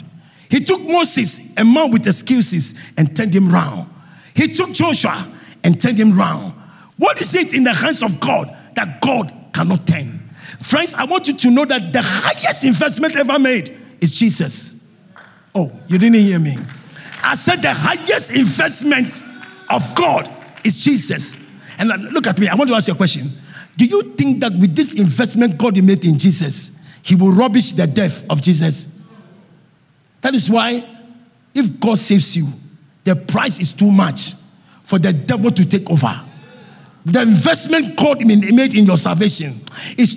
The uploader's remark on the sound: Sermon preached at CBC Shiashie Campus